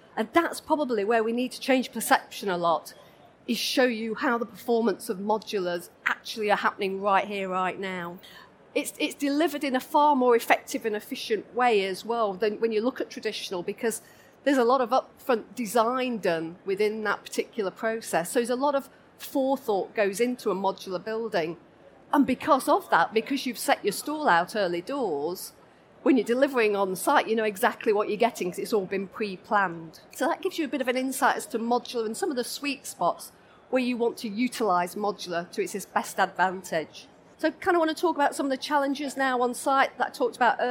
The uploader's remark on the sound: This session was recorded live on 13th November 2019 in the Buildings & Estates Theatre of the Schools & Academies Show at the NEC in Birmingham.